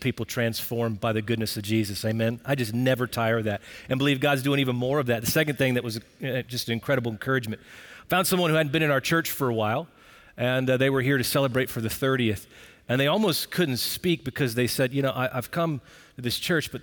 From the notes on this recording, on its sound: Recorded Live at Brookwood Church.